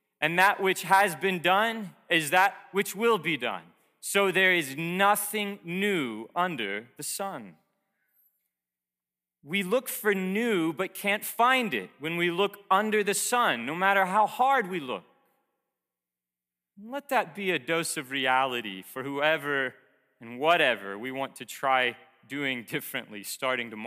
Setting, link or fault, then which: setting, large echoing room